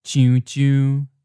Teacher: When the tone changes, it starts in the same place, but then drops down toward the bottom line and becomes a third tone, mid-falling.